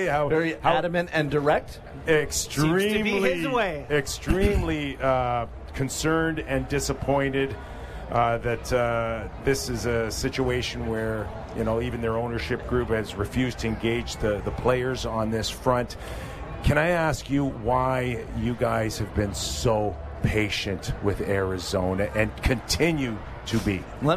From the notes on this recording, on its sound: Live from NHL All-Star Fan Fair